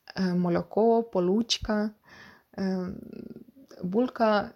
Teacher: знамените полтавське альвеолярне «л»